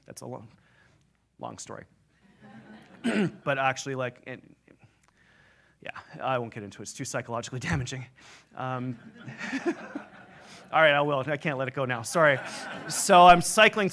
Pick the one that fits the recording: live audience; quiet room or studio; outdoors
live audience